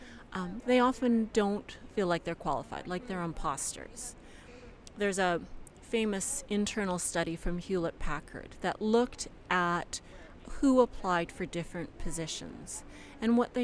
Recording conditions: busy venue